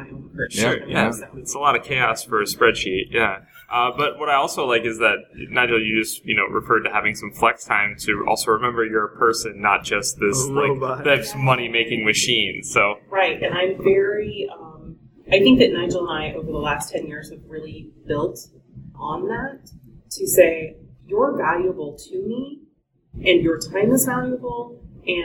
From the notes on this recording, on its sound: This is another live interview from SpiceWorld 2015 in Austin, TX.